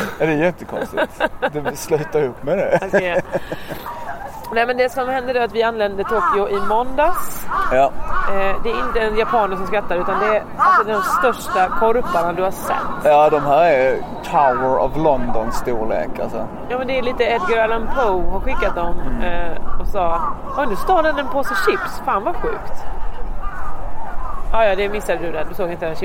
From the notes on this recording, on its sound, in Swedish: Vi är i Tokyo, sumimasen för att ljudet är så kantat av asiater som talar sitt vackra språk rätt in i örat. Jag har blivit jätteförkyld så det är inte mycket kul ni får ur mig.